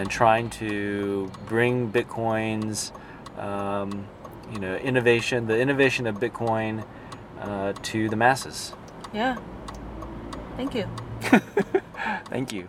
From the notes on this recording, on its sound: We are actually in the car. Driving together and doing windshield time together recording.